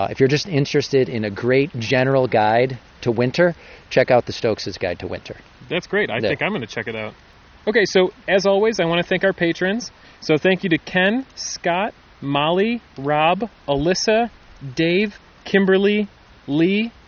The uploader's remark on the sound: This episode was recorded in the Shale Creek section of Chestnut Ridge Park, located in Orchard Park, NY.